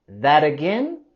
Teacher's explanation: Y podemos vincular that y again con la R suave.